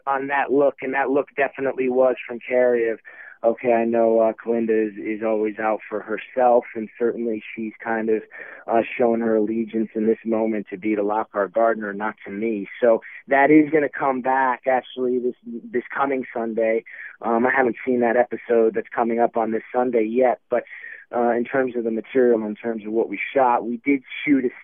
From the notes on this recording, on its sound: Called in to the EW Radio's TV Editor's Hour. On SiriusXM channel 105.